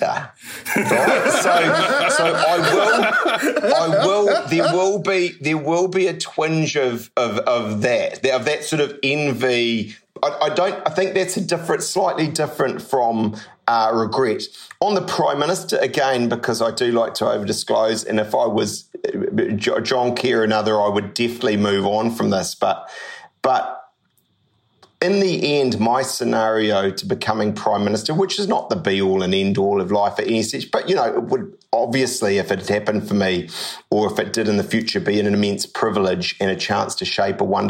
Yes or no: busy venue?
no